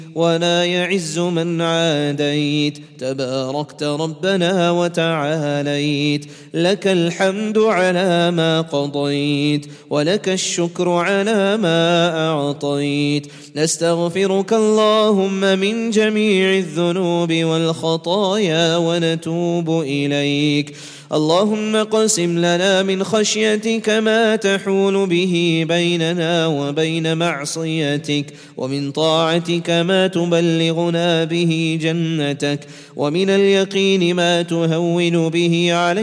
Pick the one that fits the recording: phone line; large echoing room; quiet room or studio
large echoing room